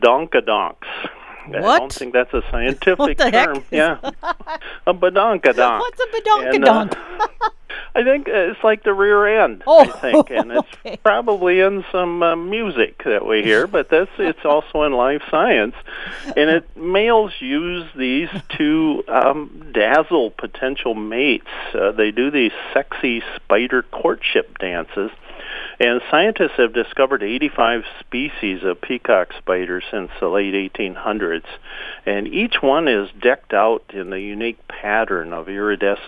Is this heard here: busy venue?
no